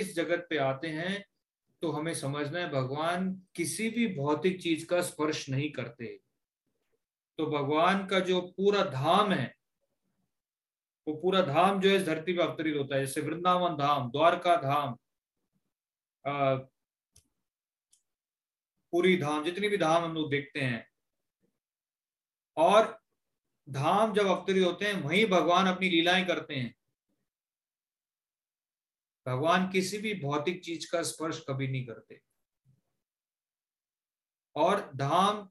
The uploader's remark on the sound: Zoom recorded class